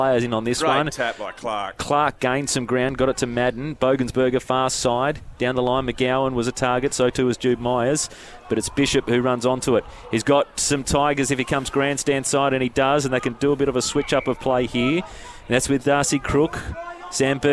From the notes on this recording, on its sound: GFL on 1611AM SEN Goldfields. Live from Sir Richard Moore Sports Arena.